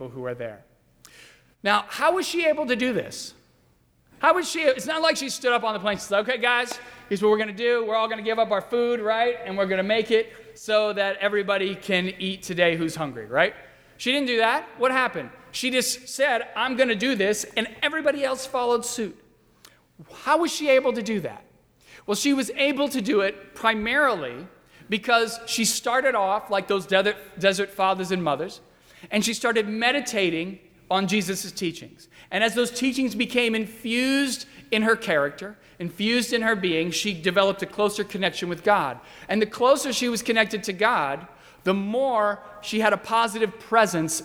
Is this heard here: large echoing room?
yes